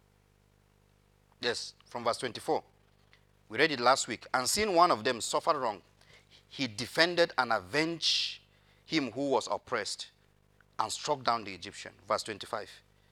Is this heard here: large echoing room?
yes